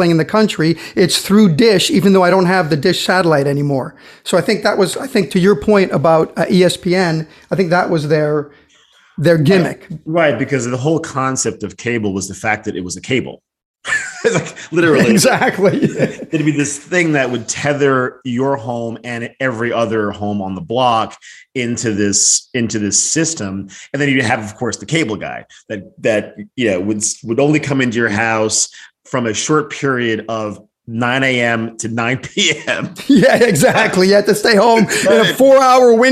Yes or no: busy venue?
no